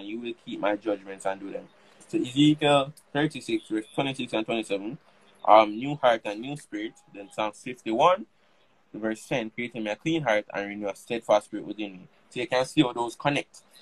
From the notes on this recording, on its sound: part 2 of an Instagram live stream